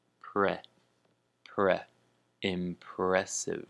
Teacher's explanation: Impressive, with the emphasis on the second syllable